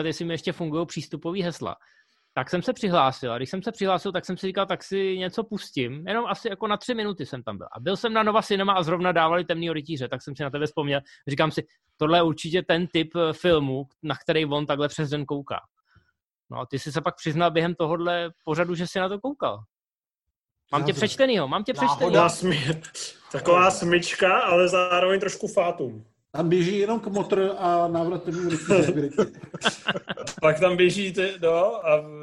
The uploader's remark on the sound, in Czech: Pořád ještě jedeme přes Zoom, takže omluvte horší obrazovou a zvukovou kvalitu.